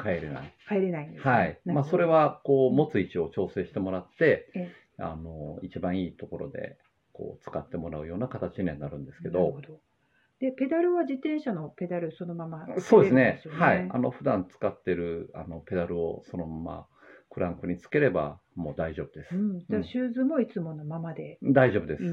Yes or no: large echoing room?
no